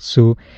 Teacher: he says an S sound instead of a Z sound for zoo. It should be a Z sound.